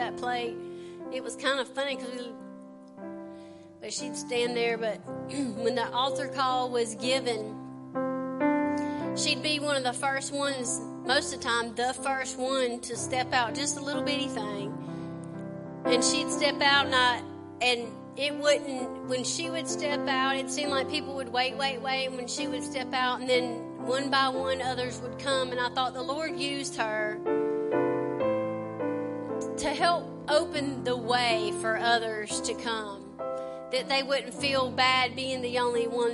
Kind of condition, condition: setting, large echoing room